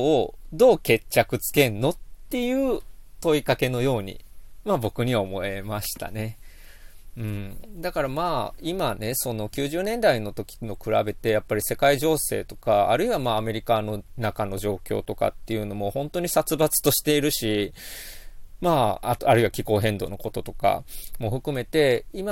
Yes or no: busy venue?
no